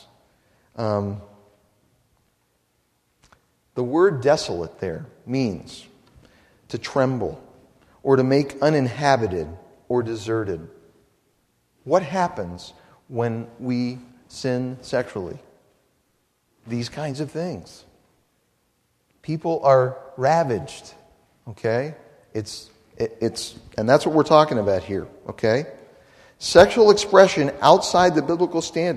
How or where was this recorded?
large echoing room